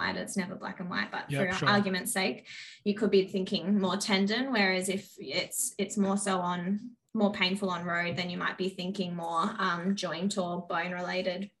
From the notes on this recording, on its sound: first ever Zoom collab